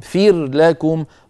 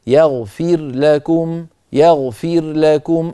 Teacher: يغفر لكم، فير لكم، افصل صوت الراء عن صوت اللام، ولا تدخل الراء في اللام · Shown in: second take